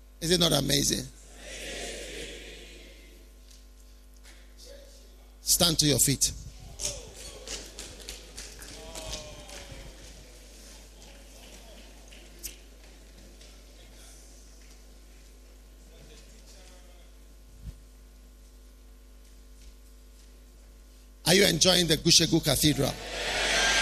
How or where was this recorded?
live audience